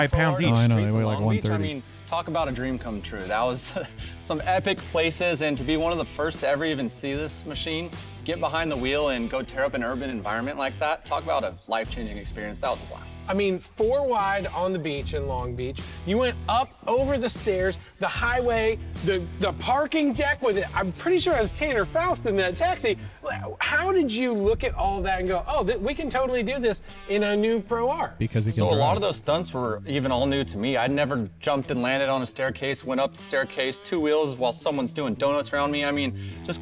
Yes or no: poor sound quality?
no